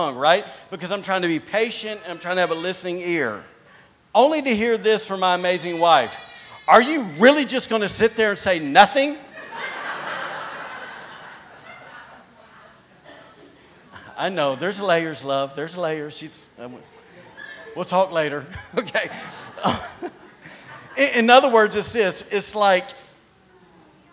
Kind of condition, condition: setting, large echoing room